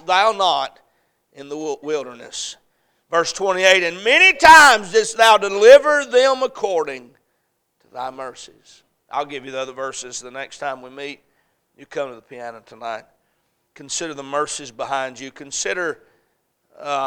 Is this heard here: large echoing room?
yes